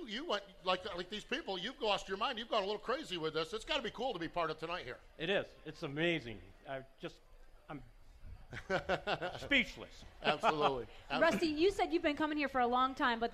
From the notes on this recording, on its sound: Live from the 59th Annual Knoxville Nationals